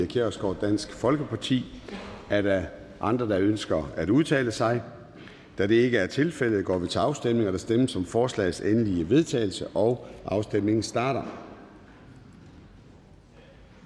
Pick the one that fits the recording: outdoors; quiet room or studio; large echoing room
large echoing room